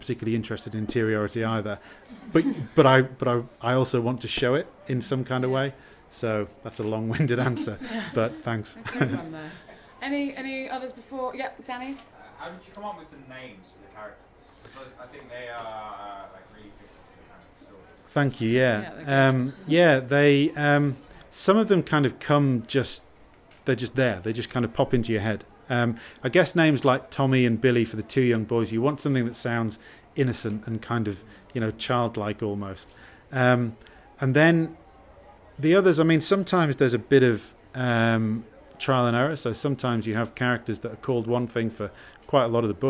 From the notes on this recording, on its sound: Coming to you live, from the Effra Social in Brixton, it's The Riff Raff June Meet Up! Live Event.